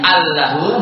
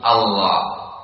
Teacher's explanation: Lam yang pertama masukkan kepada lam yang kedua, kemudian diganti dengan tasdid. · Shown in: second take · Yang tadinya al-lahu menjadi Allah. · Term: diidghamkan